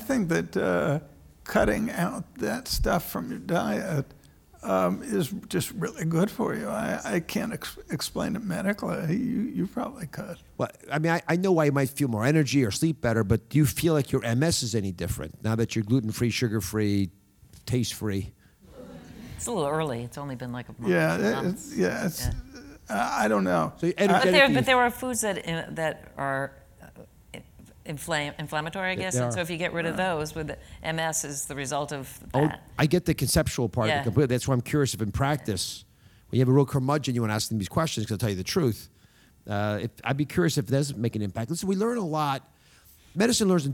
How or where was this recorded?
live audience